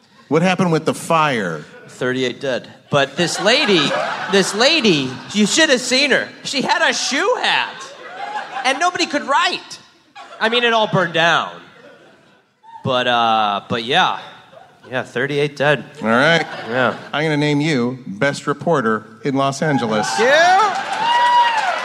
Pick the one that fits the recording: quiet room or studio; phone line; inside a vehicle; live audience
live audience